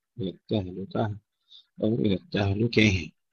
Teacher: إذا وقفنا عليها فإن فيها إمالة الكسائي بخلفه